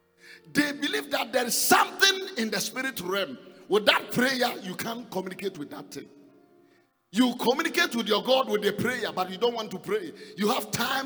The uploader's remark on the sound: Preached in the first service on Sunday 6th February 2022